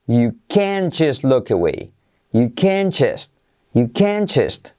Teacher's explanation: el can't, la T no se pronuncia. Pero el truco es pronunciar como can, pero acentuando la palabra